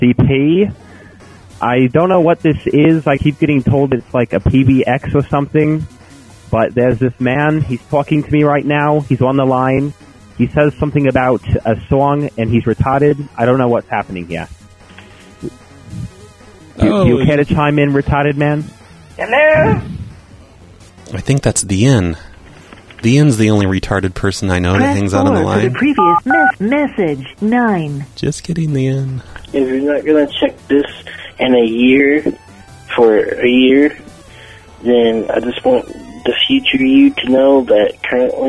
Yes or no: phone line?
yes